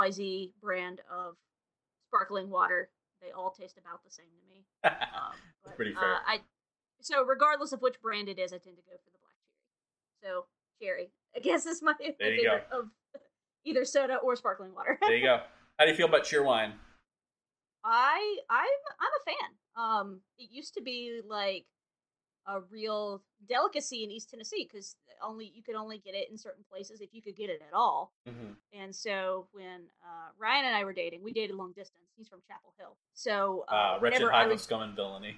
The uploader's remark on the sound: caution: widely variable audio quality in this one